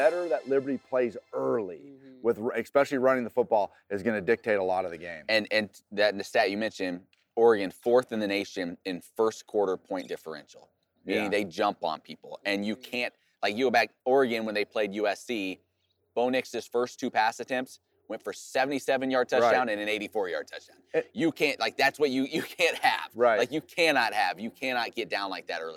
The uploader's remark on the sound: The crew is live from the Fiesta Bowl to talk about the big game!